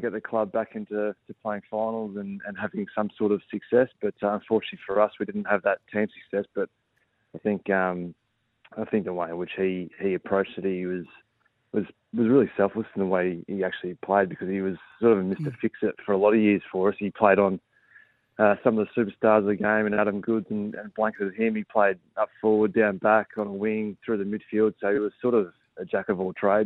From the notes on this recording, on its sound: phoned